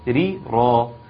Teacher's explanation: إن في عندي را مرققة الأولانية وبعدها را مفخمة